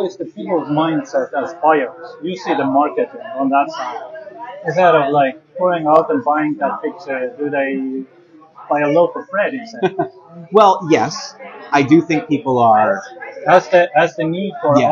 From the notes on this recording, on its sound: The two enjoyed a lunch at The Third, in the Hintonburg/Wellington West area of Ottawa.